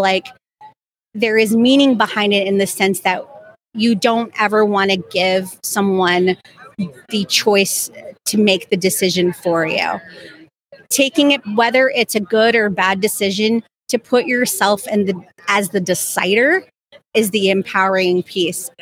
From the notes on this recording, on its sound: The Dental Handoff LIVE from SmileCon.